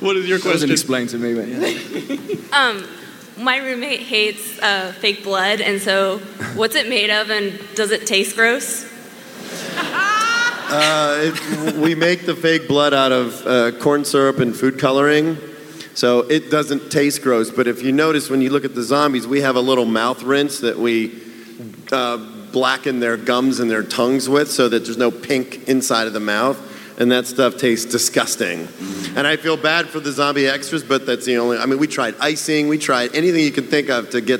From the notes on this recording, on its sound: The Walking Dead Panel SDCC '11. The audio from The Walking Dead panel at San Diego Comic-con 2011!! In front 6000 kindly nerds who patiently waited several hours to get in!